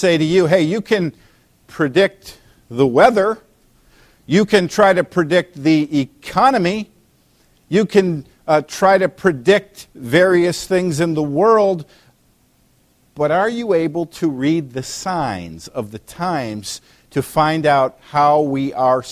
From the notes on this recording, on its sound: preached at Valleybrook Community Church meeting at Blackberrycreek Elementary School in Elburn, IL